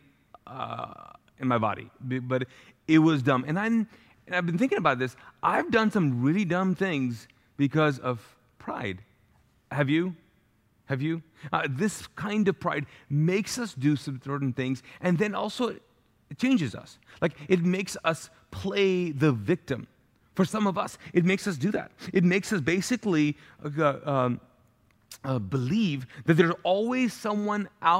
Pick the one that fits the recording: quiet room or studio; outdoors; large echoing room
large echoing room